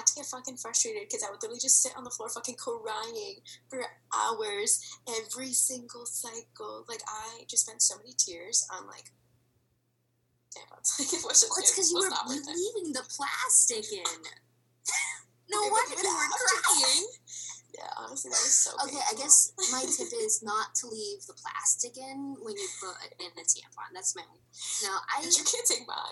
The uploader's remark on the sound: THIS IS MY FIRST TIME USING ZOOM TO RECORD THE AUDIO IS A LITTLE FUCKY.